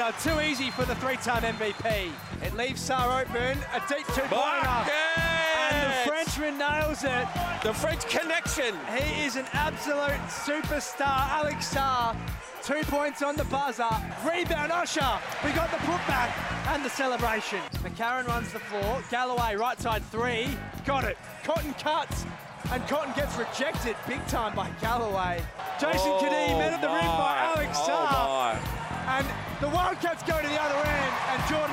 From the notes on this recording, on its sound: LIVE from the RAC Arena